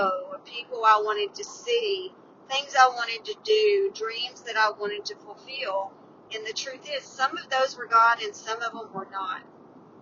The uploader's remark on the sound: Today's 320 Podcast was recorded on the road, so enjoy riding with me.